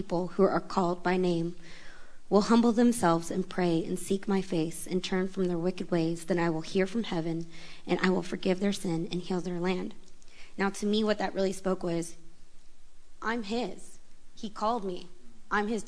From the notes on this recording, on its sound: This recording is of our Question and Answer panel we had at the camp with several pastors and leaders from the different churches.